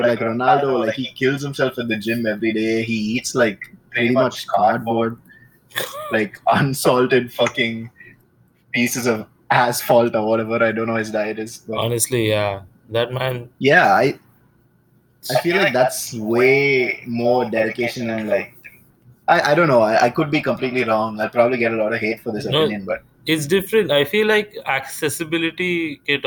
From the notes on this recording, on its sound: messed up the audio